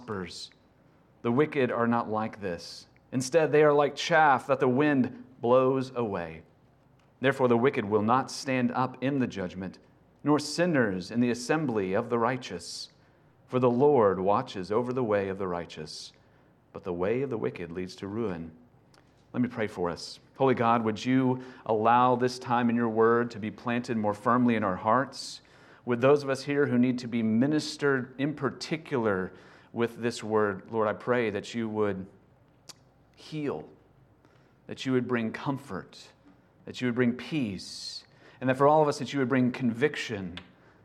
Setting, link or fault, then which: setting, large echoing room